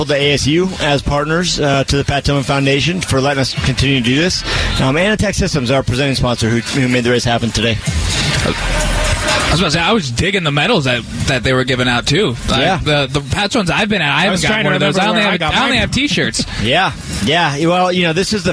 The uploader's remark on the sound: live from Sun Devil Stadium for ASU's annual spring game